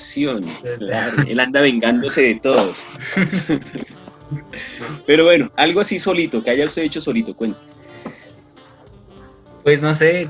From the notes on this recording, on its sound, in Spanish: Perdón por las fallas del audio